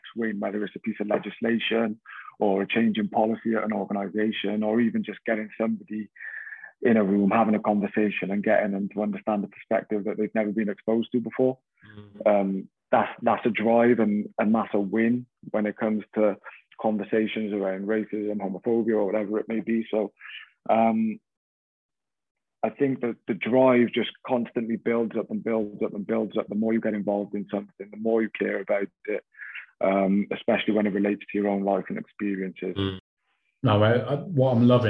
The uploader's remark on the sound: We caught up with him over zoom at home.